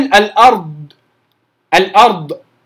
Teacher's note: اللي بينطق الضاد بغير استطالة أصلا، اللي بيقول الأرض، الأرض كأنها مقلقلة، الأرض هو جايبها من مخرج الدال، بس كل الموضوع ان هو بيرفع لسانه لفوق فبتخرج على انها دال مفخمه. هذا هو الخطا، هذا اتفاقا خطا.